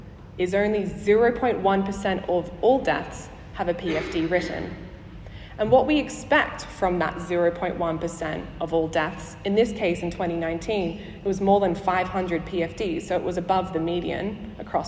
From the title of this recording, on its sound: Live from the 2023 Chief Coroner's Conference